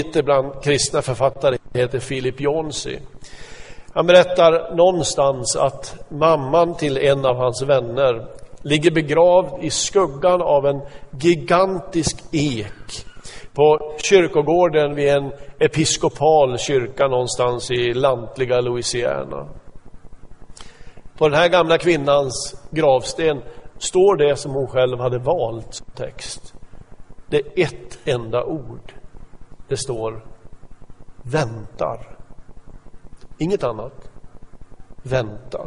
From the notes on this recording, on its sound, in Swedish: Inspelad i Smyrnakyrkan, Göteborg 2014-11-02.